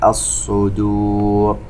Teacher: من يكمل بالتفخيم ويتلفظ بالدال ضاد، ننتبه إلى هذه الكلمة الصدور، نفخم الصاد ونعود مباشرة إلى حرف الدال